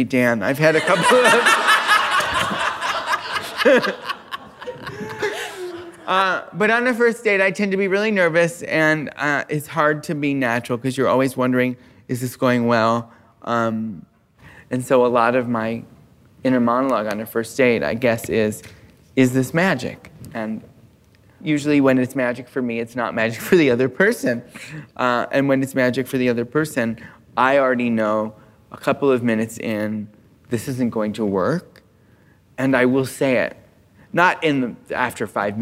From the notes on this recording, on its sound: This week's episode was recorded live at the Now Hear This podcast festival.